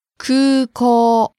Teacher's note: There are two long vowels in that word, so be careful. Long U and long O sound.